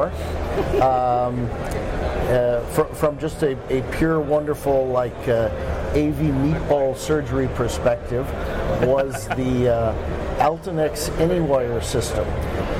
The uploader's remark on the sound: We are live from the show floor of InfoComm 2016.